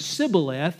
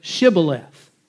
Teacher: they had a difficulty pronouncing the SH sound, and they just had a habit of saying Sibboleth instead of Shibboleth · Shown in: first take